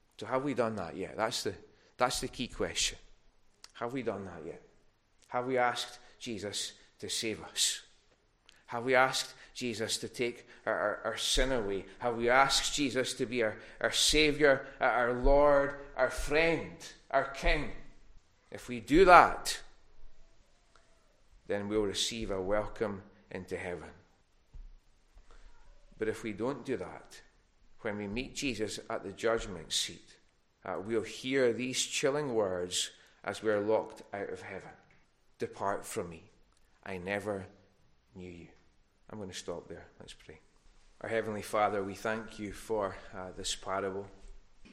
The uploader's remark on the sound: recorded at North Harris Free Church on Sunday morning 14th November 2021